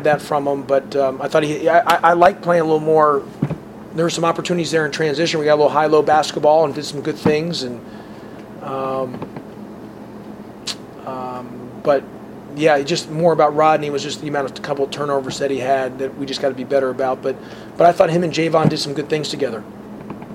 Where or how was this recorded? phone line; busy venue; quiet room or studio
busy venue